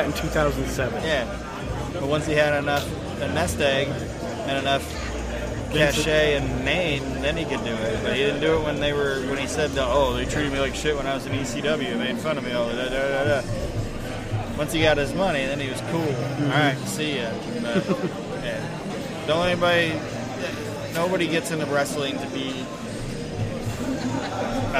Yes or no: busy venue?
yes